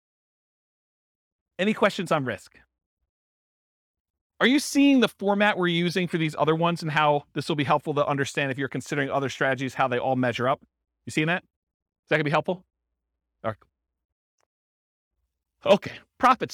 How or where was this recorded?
live audience